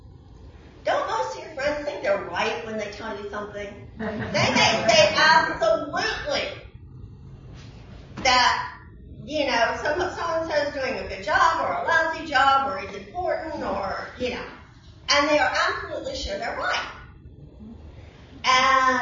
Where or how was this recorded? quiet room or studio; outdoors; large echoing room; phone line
large echoing room